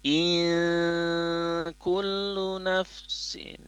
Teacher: nun sukun bertemu kaf itu gunnatul ikhfa-nya tipis